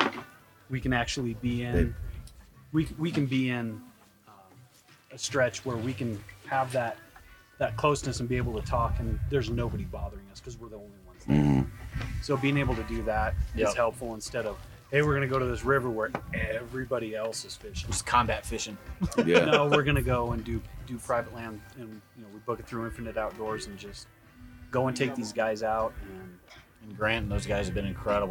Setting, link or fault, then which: setting, busy venue